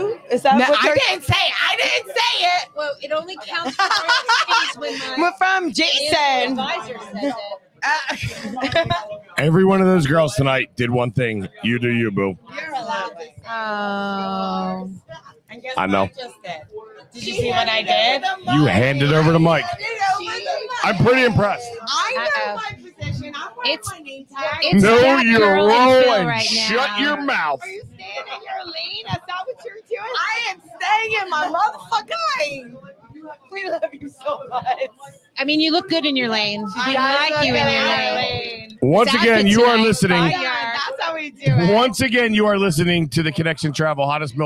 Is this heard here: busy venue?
yes